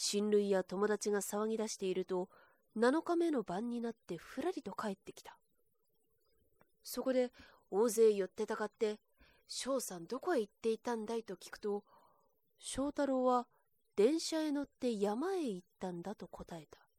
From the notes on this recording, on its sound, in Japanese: 自宅録音ですのでノイズなどはご了承くださいませ。